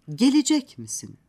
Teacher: Türkçe'de soru edatının cümle sonunda bulunması, soru ezgisinin cümle sonunda yükselmesine neden olur. Fakat ton, soru edatı mımide değil, sorulan sözcükte yüksektir.